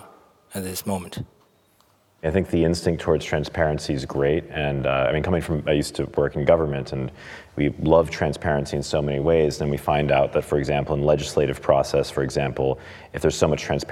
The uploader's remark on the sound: we gathered together an expert panel at Cromwell Place in London during Frieze